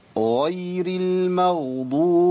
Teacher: في ناس بتبدل الضاد الأولانية بدال · Term: إبدال الضاد المشددة